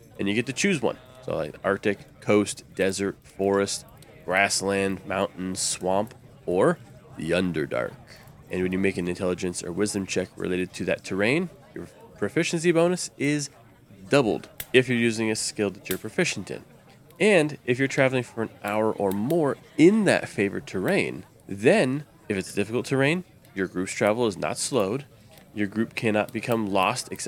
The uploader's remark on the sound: Background tavern and dungeon sounds by Syrinscape.